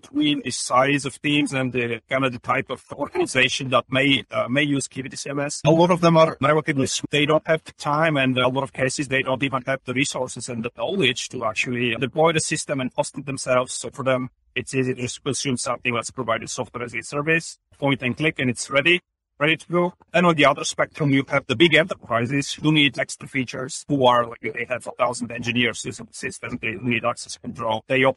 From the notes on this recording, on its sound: Interview At Collision Conference 2022